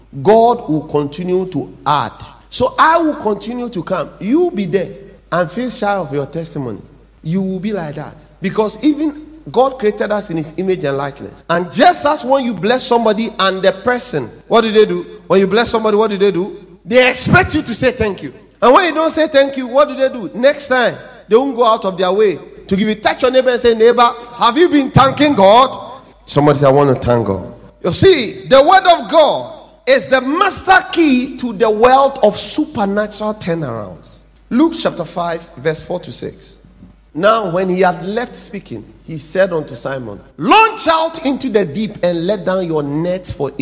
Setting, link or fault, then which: setting, large echoing room